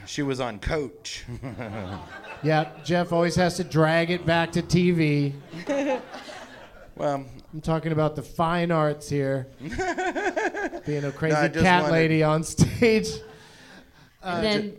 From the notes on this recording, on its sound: Live from Go Bananas Comedy Club in Cincinnati